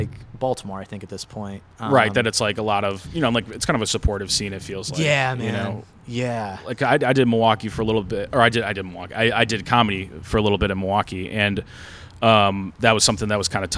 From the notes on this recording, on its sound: recorded outside the comedy open mic at Wits End Saloon June 7th, 2022.